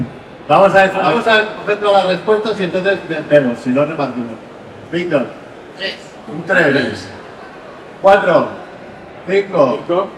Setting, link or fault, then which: fault, poor sound quality